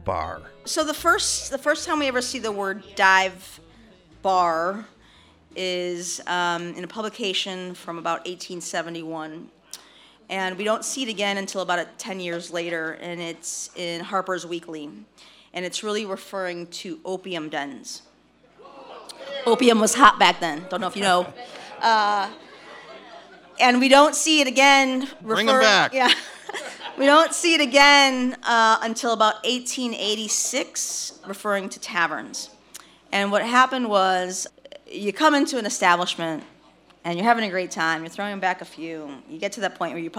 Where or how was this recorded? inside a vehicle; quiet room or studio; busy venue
busy venue